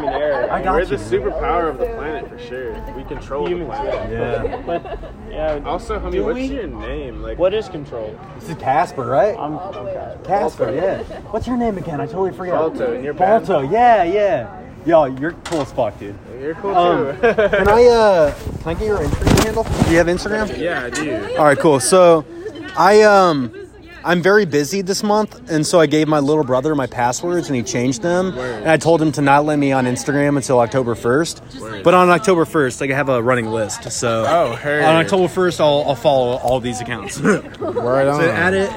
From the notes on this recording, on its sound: I was at this douchey artist party in Chicago where everyone was very detached & cool & ironic & loved to have stupid fucking debates & I walked in on this one on the fire escape so I had to record it.